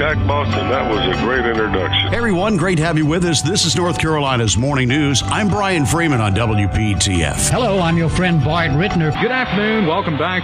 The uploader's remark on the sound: broadcasting live from Campbell Road Nursery